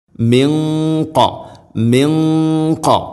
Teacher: സാക്കിന നൂനിന് ശേഷം ഖാഫ് ഇഖ്ഫാഉ ബിഗുന്ന, അവ്യക്തമാക്കി മണിക്കണം